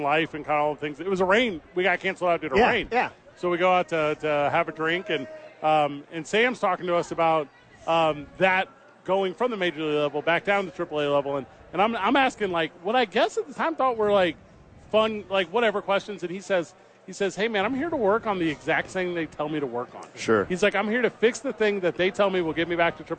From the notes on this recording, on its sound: live from Isotopes Park